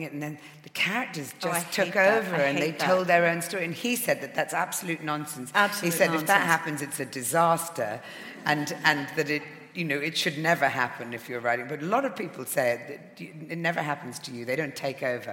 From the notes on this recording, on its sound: In her only UK appearance of 2019. Recorded live at the Emmanuel Centre.